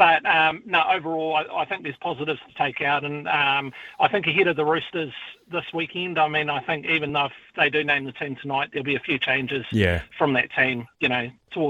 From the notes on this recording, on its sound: hits the phone and text lines to talk to the listeners